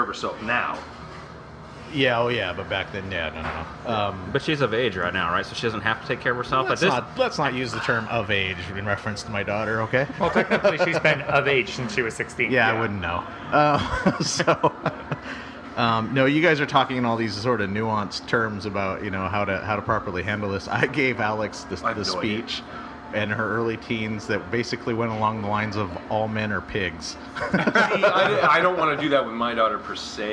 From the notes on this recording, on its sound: This episode of Beer Plus 3 comes to you live from Maggie's Pub in Ferndale, Washington where the beer and talk never stop flowing. Because this is our first time recording in a public location, there are some "issues" with the audio that start about midway through.